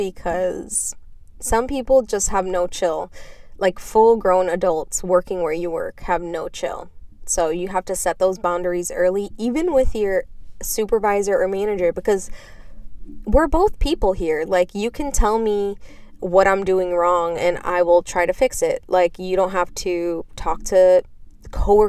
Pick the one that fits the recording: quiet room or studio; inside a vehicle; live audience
inside a vehicle